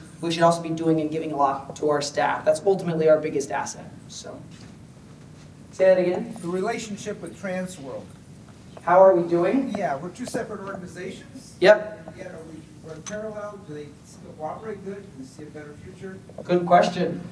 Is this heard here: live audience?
yes